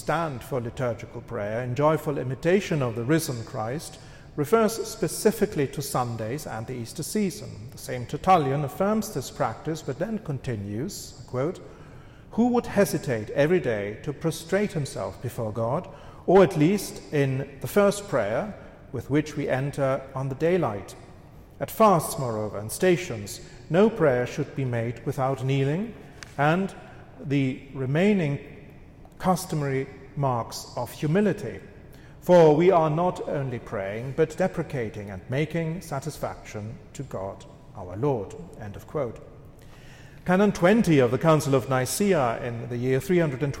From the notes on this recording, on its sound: This lecture was given on September 18th, 2023, at the Thomistic Institute at the Dominican House of Studies.